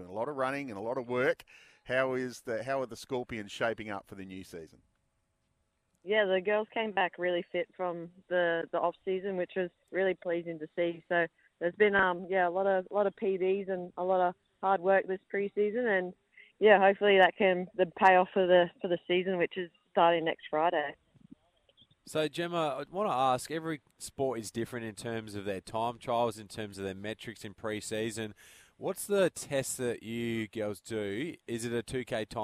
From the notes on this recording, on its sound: Live from Tool Kit Depot's opening in Seaford.